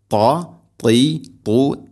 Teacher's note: ഖലൗ ഇലാ ഖലൗ ഖ خلو الى خلو الى شياطينهم شياطينهم طاء ന്റെ ഉച്ചാരണം ശ്രദ്ധിക്കണം. ത എന്ന അക്ഷരത്തിന് ഇത്ബാഖ് എന്ന സിഫത്ത് ഉണ്ട്, അഥവാ നാവിന്റെ മധ്യഭാഗം അണ്ണാക്കിലേക്ക് ചേർന്ന് നിൽക്കണം, അതാണ് ഇത്ബാഖ്.